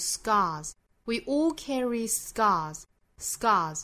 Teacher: We all carry scars,scars。那虽然是读浊音，我们读 z 的发音也是不对的，在单词尾部一定要注意浊音轻化，相当于发成一个不送气的 s